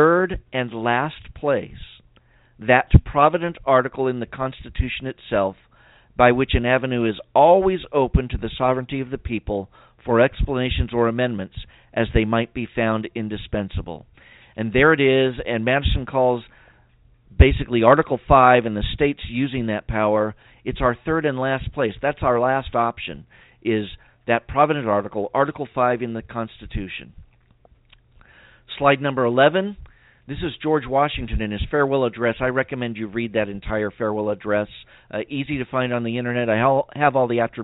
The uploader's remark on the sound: we'll try to leave time for your phone calls